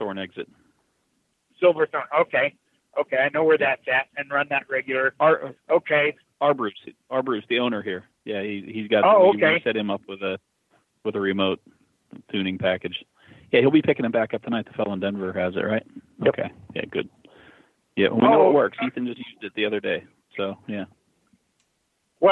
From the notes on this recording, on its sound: Call in Question and Answer Show